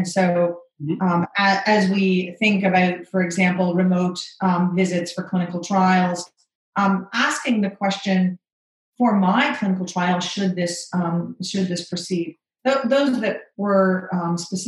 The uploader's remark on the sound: This is a special episode of a webinar